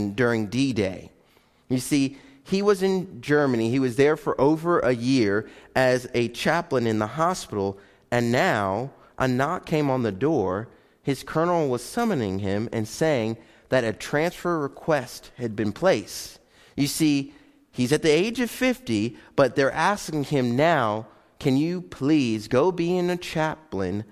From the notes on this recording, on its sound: Live Broadcast of Faith Baptist Church